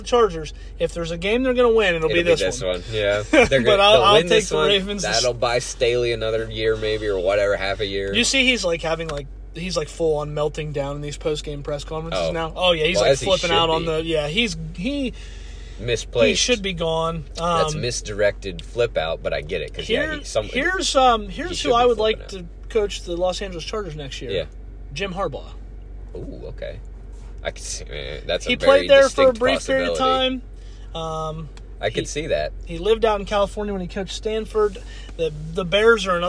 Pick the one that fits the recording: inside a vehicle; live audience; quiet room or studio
inside a vehicle